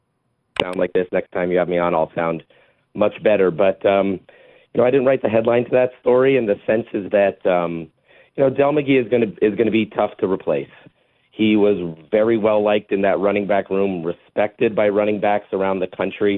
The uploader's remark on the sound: more of your phone calls